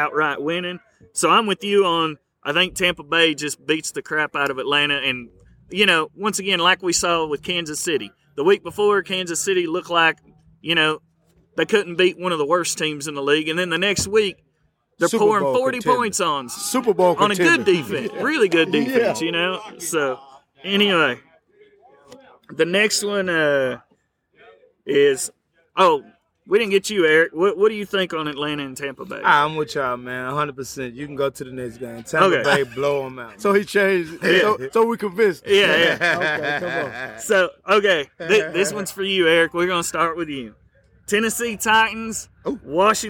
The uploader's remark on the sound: Being out in the open there is noise that may not filter out